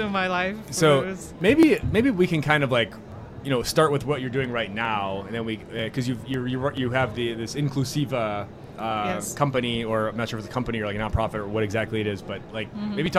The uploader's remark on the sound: recorded onsite at Blockchain Rio